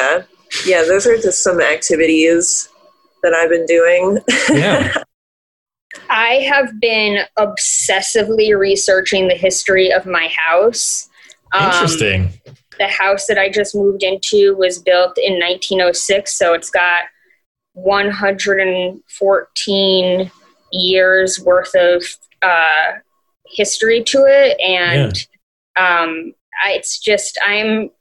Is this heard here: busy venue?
no